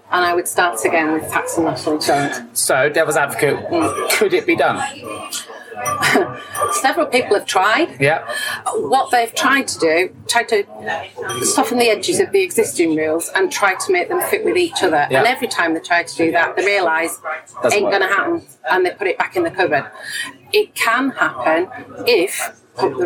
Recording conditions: background noise